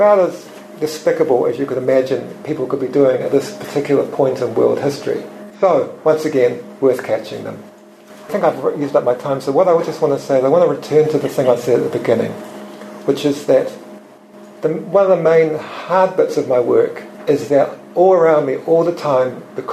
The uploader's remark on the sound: Recorded live at Nelson's Yaza Cafe.